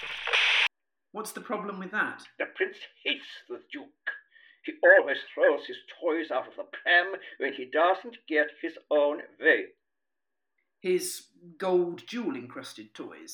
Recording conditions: poor sound quality